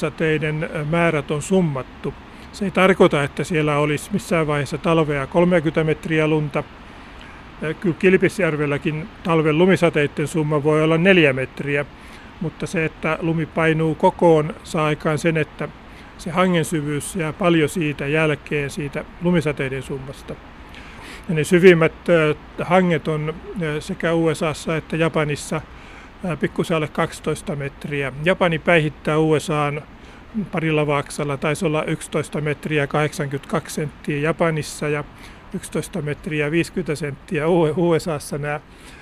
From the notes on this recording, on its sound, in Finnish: vesisateisella lumiretkellä